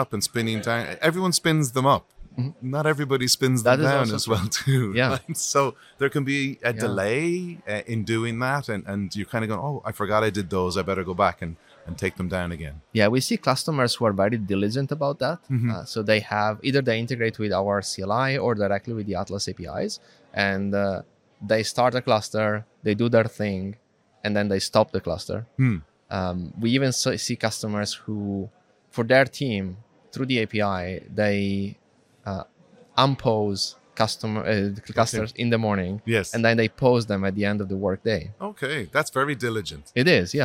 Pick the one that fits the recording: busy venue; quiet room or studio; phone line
busy venue